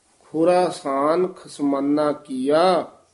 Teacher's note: ਧਿਆਨ ਨਾਲ ਪਾਠ ਕਰਨਾ ਖੁਰਾਸਾਨ ਜਿਹੜਾ ਪਾਠ ਹੈ ਨਾ ਇਹ ਥੋੜਾ ਜਿਹਾ ਖੁਰਾ ਤੇ ਸਾਨ ਦੇ ਵਿੱਚ ਡੈਸ਼ ਦੇ ਕੇ ਲਮਕਾ ਕੇ ਬੋਲਣਾ